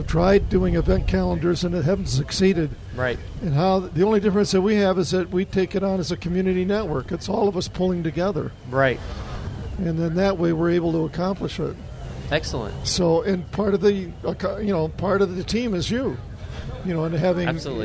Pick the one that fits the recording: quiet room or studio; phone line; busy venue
busy venue